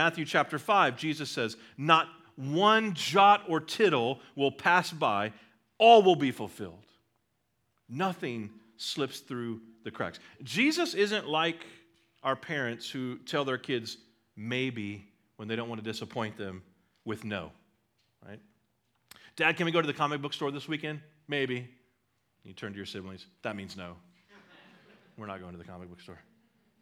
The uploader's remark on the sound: at Liberty Baptist Church in Liberty, Missouri